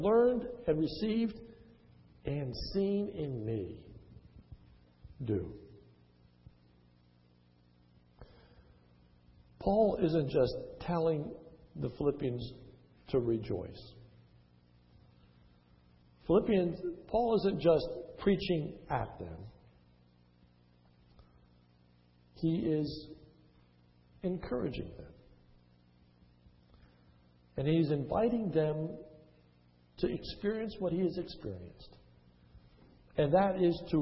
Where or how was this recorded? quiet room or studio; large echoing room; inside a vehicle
large echoing room